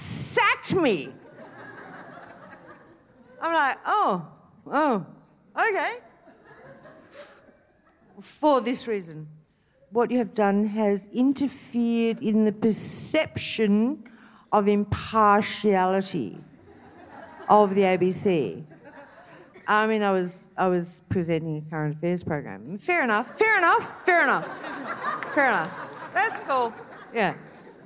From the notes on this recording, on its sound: SPUN: True Stories Told in the Territory is a live storytelling event. Popping up at different venues across Darwin.